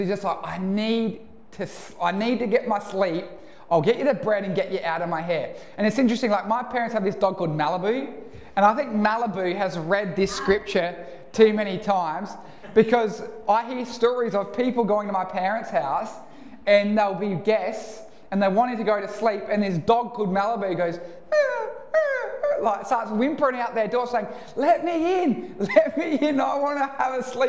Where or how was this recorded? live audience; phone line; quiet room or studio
live audience